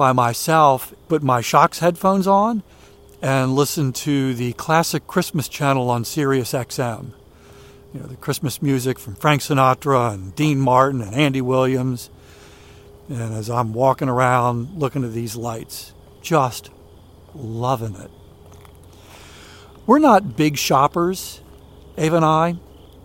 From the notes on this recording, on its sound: During today's ten-minute walk